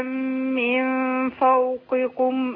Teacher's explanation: خلينا القاف والكاف زي بعض والفاء فخمت